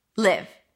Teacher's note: Live, then it's a relaxed I sound